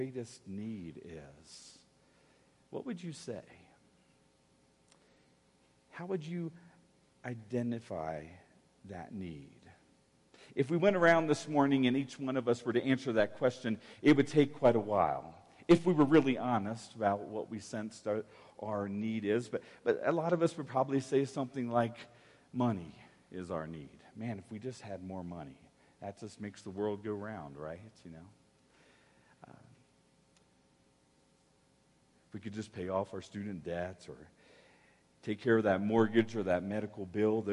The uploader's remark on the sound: Woodland Life Church Live